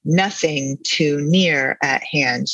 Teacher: Housman uses dactylic meter, meaning he emphasizes the first of three syllables and then the second two syllables are unstressed.